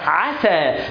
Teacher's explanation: عسى فيها الانفتاح وفيها الاستفال، اوعى تفخمها، اوعى تجيب فيها اطباق